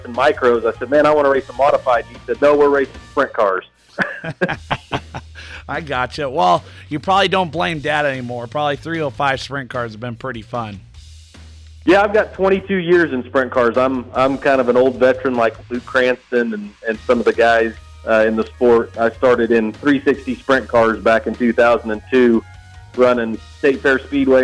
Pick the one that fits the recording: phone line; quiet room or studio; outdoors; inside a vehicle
phone line